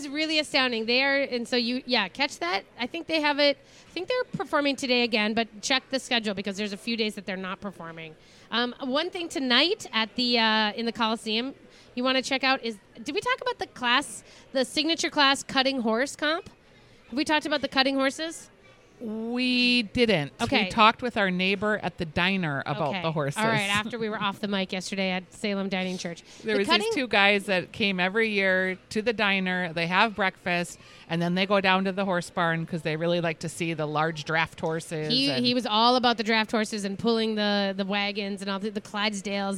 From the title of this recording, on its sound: Live Inside the Butter Sculpting Booth at the Minnesota State Fair Dairy Barn